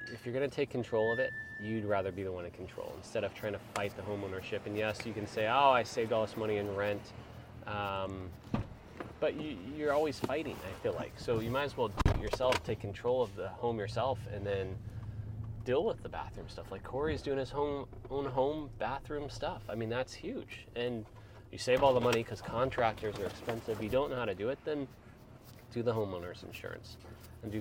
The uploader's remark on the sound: All while driving through the stunning landscapes of their latest grouse hunting escapade.